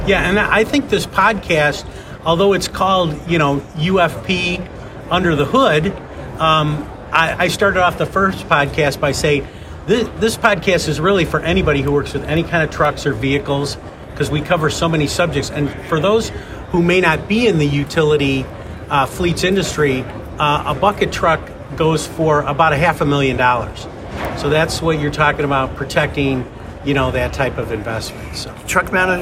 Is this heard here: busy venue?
yes